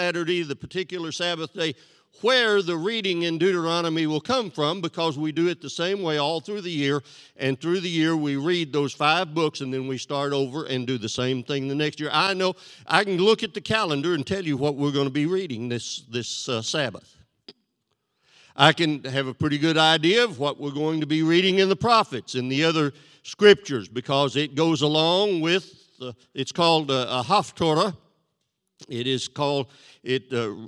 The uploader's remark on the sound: This sermon was recorded live on April 3rd, 2022 at Newark United Pentecostal Church.